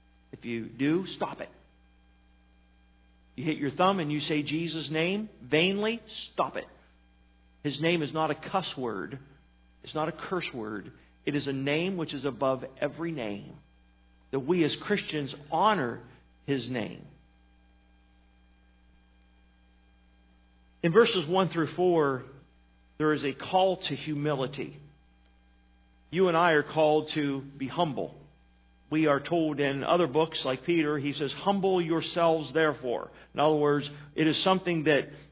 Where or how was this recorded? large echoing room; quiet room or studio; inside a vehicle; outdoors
large echoing room